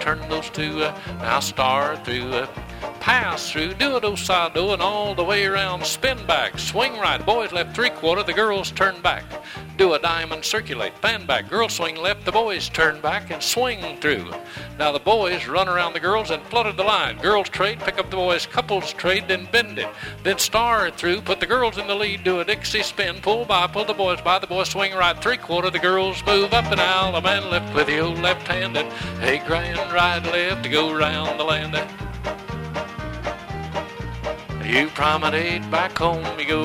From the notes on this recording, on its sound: from the 1976 Hi Hat Records Staff Trails-In Dance held in Stanton, CA.